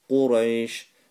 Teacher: the Qaf is full mouth letter, okay? Back of the tongue goes up to the palate